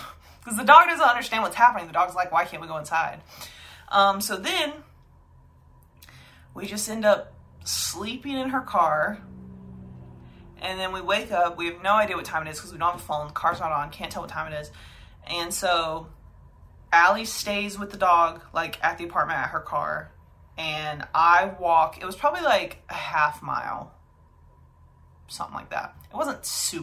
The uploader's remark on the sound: i forgot to plug my mic in like an absolute moron so video audio it is!